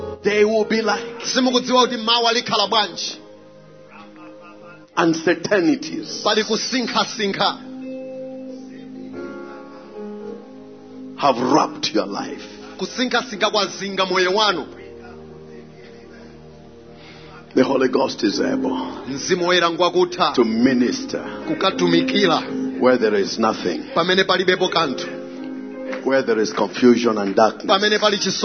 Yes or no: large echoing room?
yes